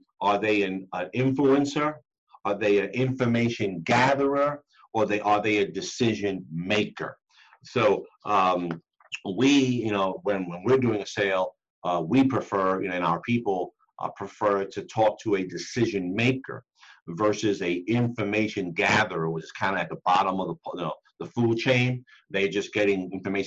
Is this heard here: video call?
yes